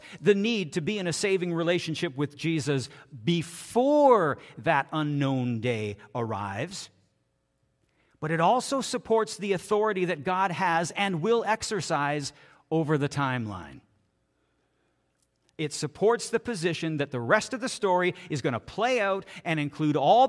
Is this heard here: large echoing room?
yes